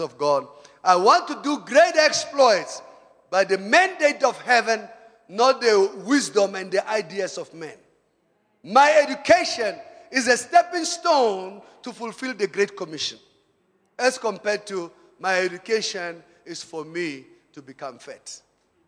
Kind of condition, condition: setting, large echoing room